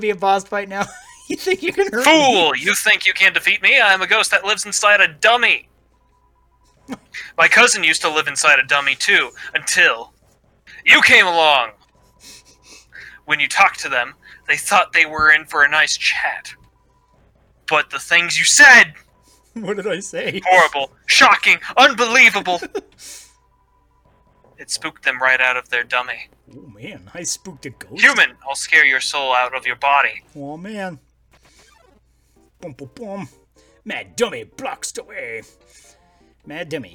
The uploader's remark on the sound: This week we just live streamed Undertale, so the audio version might be a little wacky!